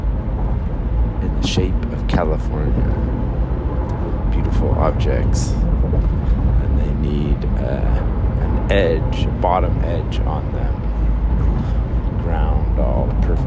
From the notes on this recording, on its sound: A free podcast from some dude in his car. Sorry about all the car noise, maybe someday I'll have enough time to record this while I'm sitting still.